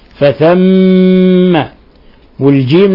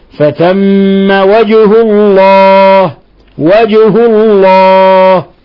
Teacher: في عندنا ميم مشددة فثم الحكم التجويدي حرف غنة مشدد نضغط على الميم نعطيها غنة مقدارها حركتين فثم والجيم نقلقلها لأنها مقلقلة ساكنة